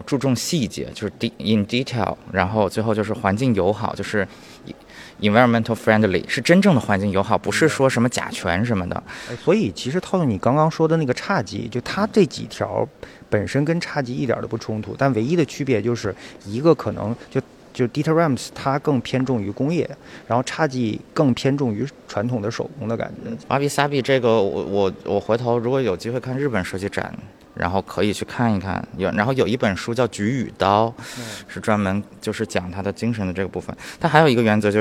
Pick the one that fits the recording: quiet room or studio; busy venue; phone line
busy venue